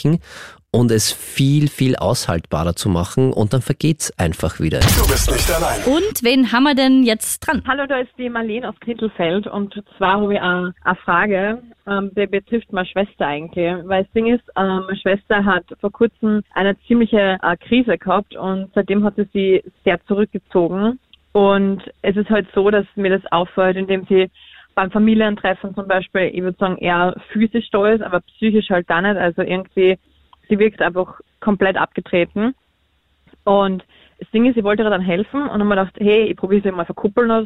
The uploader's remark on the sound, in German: Am Telefon: Psychotherapeutin in Ausbildung unter Supervision